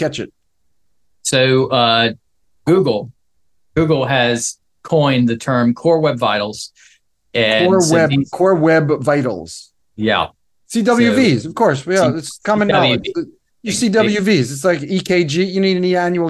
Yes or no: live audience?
no